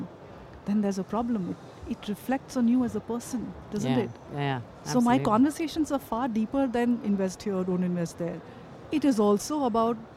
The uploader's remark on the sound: Live from SIBF 2023